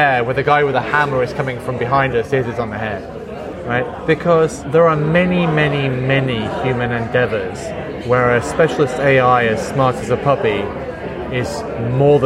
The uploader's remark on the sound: Live from TNW 2017